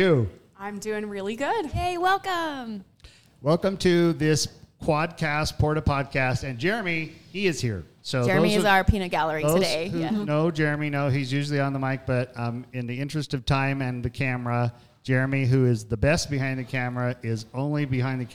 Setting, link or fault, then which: setting, busy venue